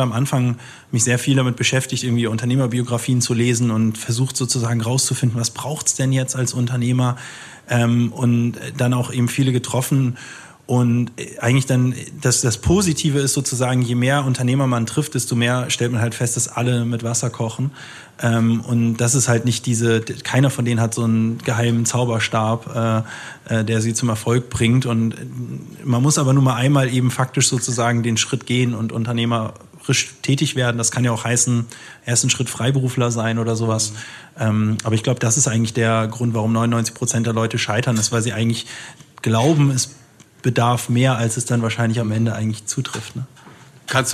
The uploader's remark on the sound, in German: im Rahmen einer Veranstaltung des Handelsblatt Wirtschaftsclubs aufgezeichnet